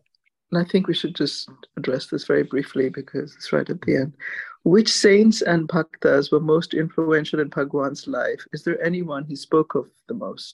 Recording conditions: video call